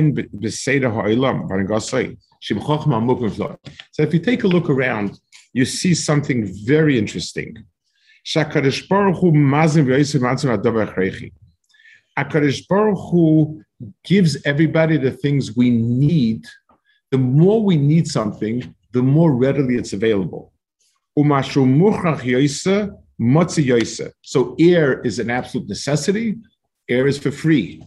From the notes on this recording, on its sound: This shiur take place over Zoom on Motzei Shabbos.